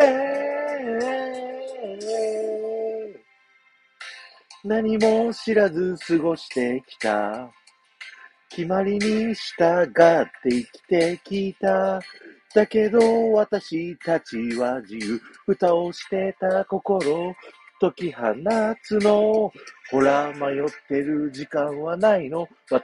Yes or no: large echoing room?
no